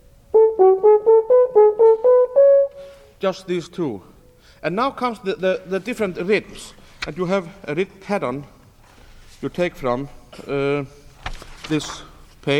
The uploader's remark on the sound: The first is from a lecture recital at the 1970 IHS Workshop in Tallahassee, Florida, USA, and the second is from a presentation at the 1972 IHS Workshop in Bloomington, Indiana, USA.